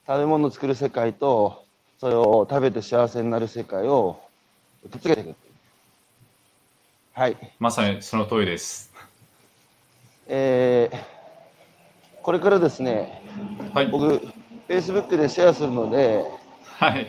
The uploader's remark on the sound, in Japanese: 歩きながら1時間、対談する